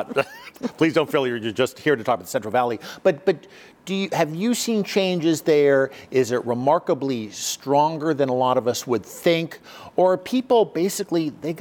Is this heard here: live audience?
yes